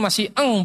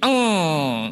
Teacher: Bunyi ikhfa itu tidak selalu eng, mang, enggak, bukan eng. Kalau eng itu cenderung dia mengalirkan seluruh suaranya lewat hidung, khayshum.